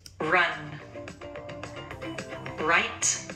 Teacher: Đó là khi âm R ở đầu và chúng ta sẽ phải cong lưỡi vào trong một tí. Rain, kiểu vậy.